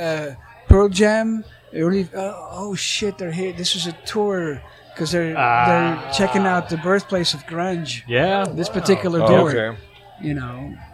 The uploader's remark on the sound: Shorty's Coney Island is way more than a dive bar, it's a true Seattle institution. Recorded live at Shorty's Coney Island.